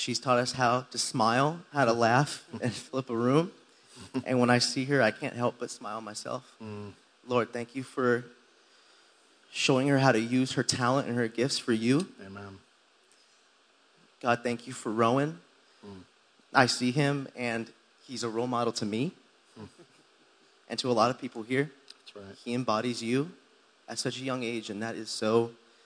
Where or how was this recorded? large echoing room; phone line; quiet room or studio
large echoing room